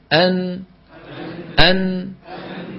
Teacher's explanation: طرف اللسان يقرع مخرج النون، وصوت الغنة يخرج من الخيشوم. مجموع هذين العملين يشكل حرف النون. · تخرج النون من طرف اللسان مع ما يحاذيه من اللثة تحت مخرج اللام بقليل، ويصاحبها غنة من الخيشوم